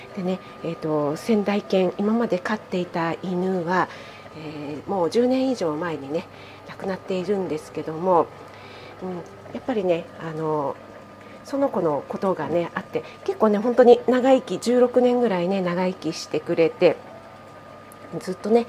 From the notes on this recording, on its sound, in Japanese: 朝食作りながらなので雑音注意です